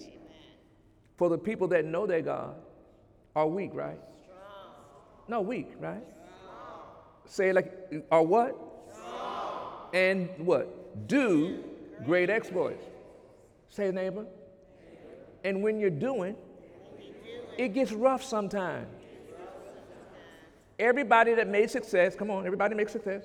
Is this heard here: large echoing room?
yes